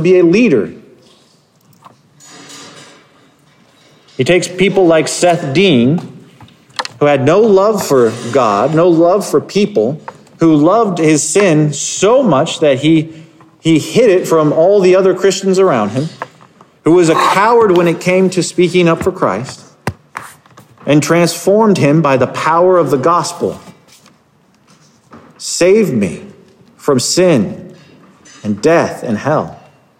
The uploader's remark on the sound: Sermon Preached 10/16/2022 at Covenant Heritage Reformed Church in Hampton, Virginia